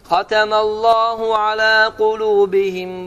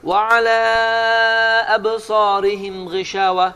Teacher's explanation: hatemallahu alâ kulûbihimde iki hareke uzattığım halda buradaki ise alâ sözünde uzattığım dört · Term: Meddul munfasıl